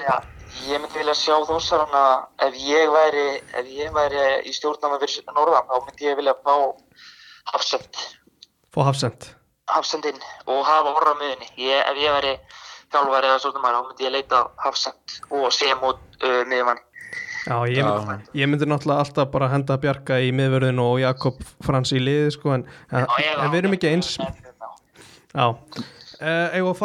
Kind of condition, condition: link, phone line